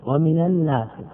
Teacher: الناس نقول التقى النون الأولى ومن، ومن مع أل، ليست مع النون وإنما مع أل، لأن هو الساكن الأول، فحركنا النون الأولى، النون التي من آخر من بالفتح للمناسبة، لأنه يستثقل أقول من الناس، يعني فيه ثقل على اللسان أن ينتقل من كسر إلى فتح، وحرك بالفتح للمناسبة.